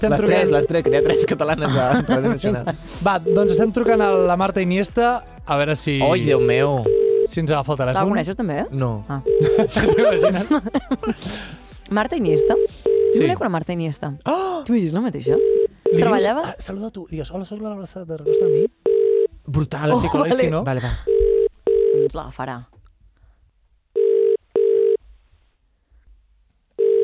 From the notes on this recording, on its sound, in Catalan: Fem una connexió en directe amb el metro de London.